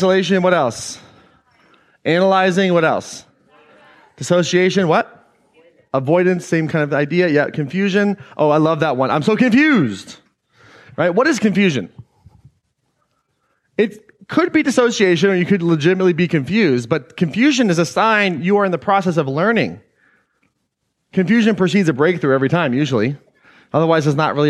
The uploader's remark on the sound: Today’s episode is an excerpt taken from Claim Your Power Live earlier this year.